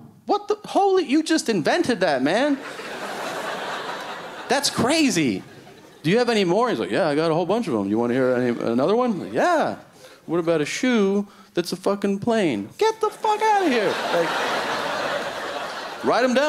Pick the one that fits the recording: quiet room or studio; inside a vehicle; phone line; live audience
live audience